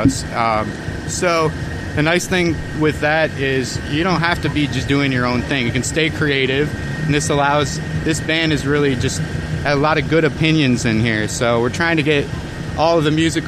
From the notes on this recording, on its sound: Today as we broadcast from The Sanford Music Festival in Sanford, Florida